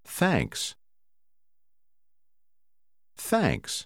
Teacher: đôi khi hai con chữ TH biểu thị một âm khác, có tiếng bật hơi nhiều hơn một ít